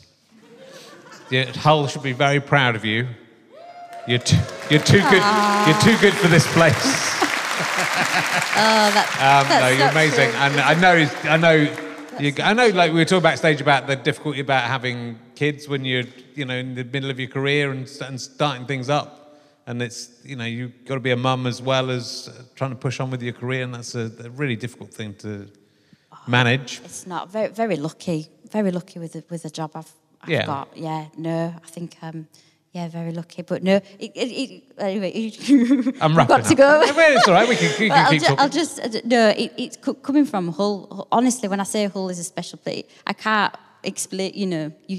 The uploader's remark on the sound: at Hull City Hall for his last RHLSTP recording of 2019